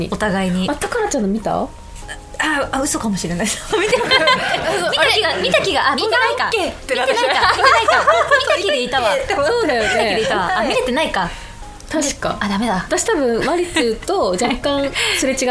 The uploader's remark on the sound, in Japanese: 公開収録です